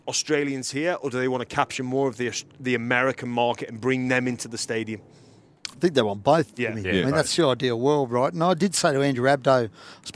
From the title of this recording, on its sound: We Are Live From Allegiant Stadium